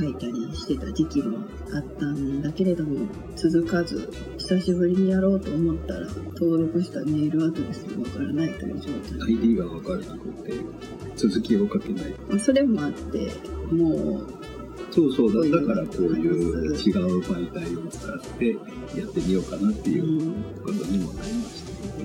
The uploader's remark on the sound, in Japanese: 録音環境がまだ整ってないので、ノイズが大きいですが、 次からはもう少し改善できる・・・かな？